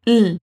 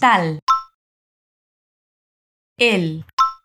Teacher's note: Fíjate en la pronunciación de la L. Apoya la lengua en los dientes superiores.